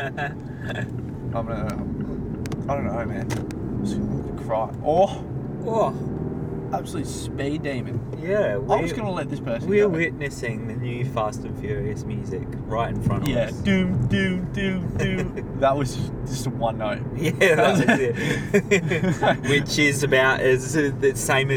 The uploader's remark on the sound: We thought this would be a perfect idea to record an episode in the car, turned out to be a little harder than we thought!